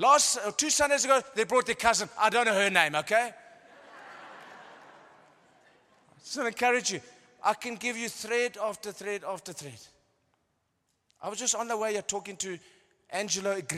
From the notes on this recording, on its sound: The following messages are ones that were recorded live at our venue.